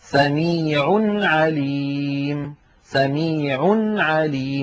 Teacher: فننطق بعد العين نونا ساكنة ثم ننطق العين، إذن هذا هو تركيب التنوين. · Term: إظهار التنوين